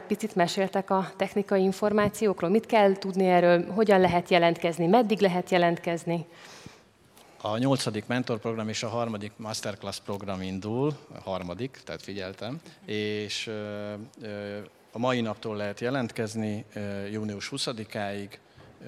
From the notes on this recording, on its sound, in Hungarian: A panelbeszélgetés a Connect Konferencián hangzott el